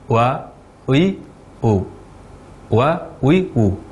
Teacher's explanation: Jadi, bibir tidak membulat, ini bukan huruf waw.